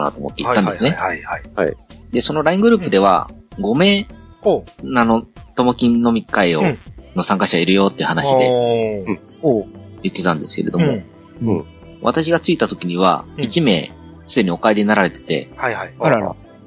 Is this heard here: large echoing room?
no